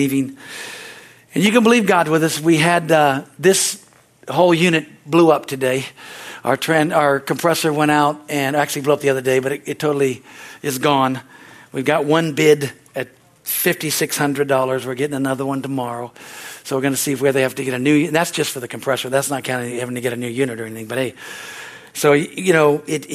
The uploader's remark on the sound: This message is from the Wednesdays service on July 26, 2023 at Harvest Bible Church in Stockton, CA.